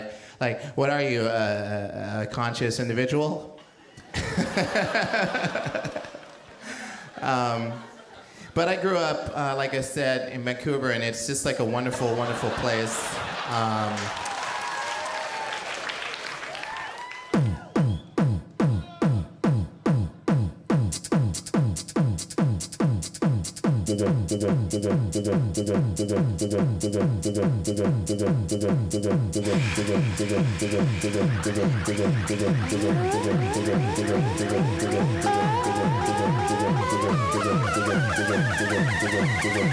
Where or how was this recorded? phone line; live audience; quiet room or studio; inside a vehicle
live audience